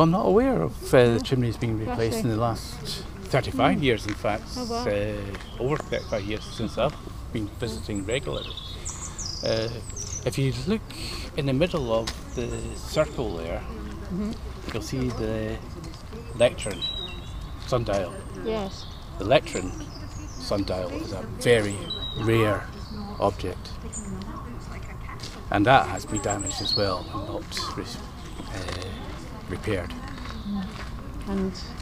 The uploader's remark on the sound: A walk round the grounds at Lauriston Castle